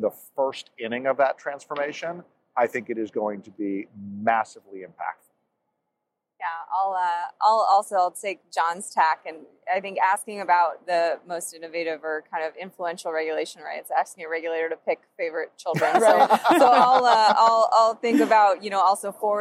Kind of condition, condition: setting, busy venue